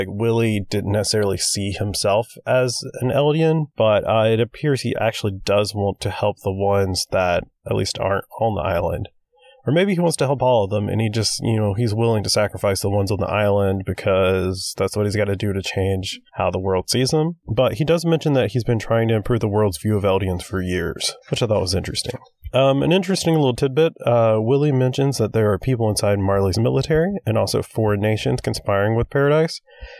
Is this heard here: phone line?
no